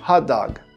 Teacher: Quando você junta o hot com o dog, você corta o som do T também, então fica hadag.